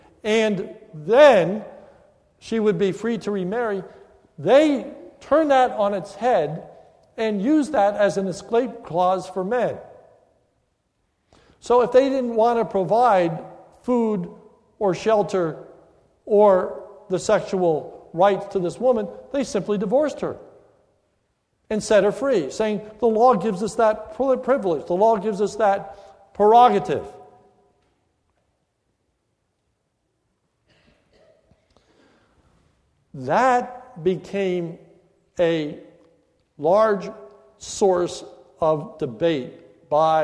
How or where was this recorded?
large echoing room